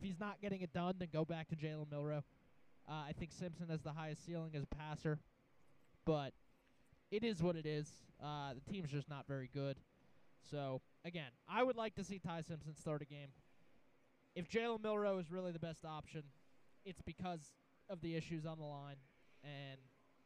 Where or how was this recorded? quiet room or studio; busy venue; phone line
busy venue